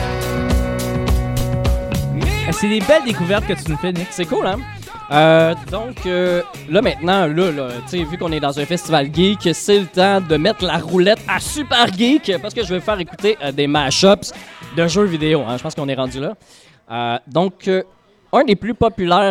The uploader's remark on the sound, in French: Live au Geekulture. Pour la deuxième édition du Festival Geekulture de Lanaudière, j'ai été invité à faire mon podcast en direct sous la tente devant public!